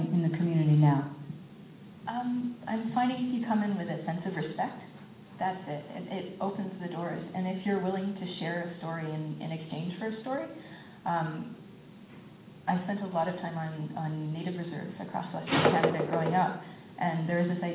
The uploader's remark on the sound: taped live at the Bridgewater International Poetry Festival at Bridgewater College in Virginia on January 17.